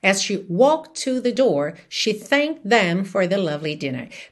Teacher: Percebe que tanto walked quanto thanked não ficam claramente ali audíveis no passado · Term: junções